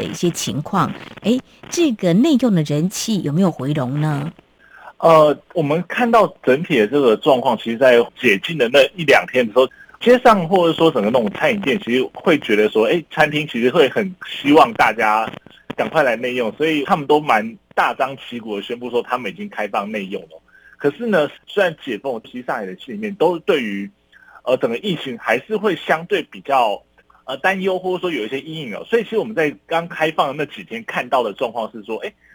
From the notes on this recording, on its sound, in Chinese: 連線訪問中央社駐上海記者